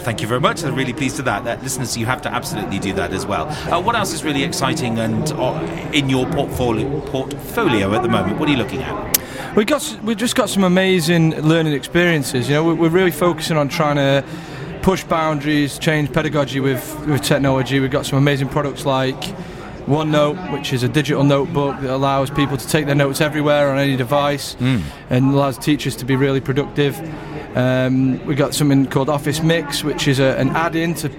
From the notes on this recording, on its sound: Listen again to some of our favourite bits from our live EICE Radio Manchester shows that were broadcast live from Manchester Central. This show was broadcast live on The Anderton Tiger Radio Network using our own School Radio equipment.